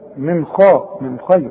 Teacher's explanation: من نون ساكنه وبعدها الخاء، والخاء دي لا تغن